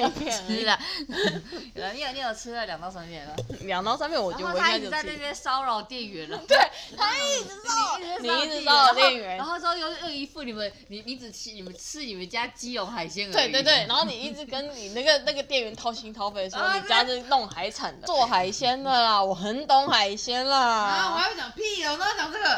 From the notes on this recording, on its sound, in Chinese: 本集內容抱歉會有一些些小雜音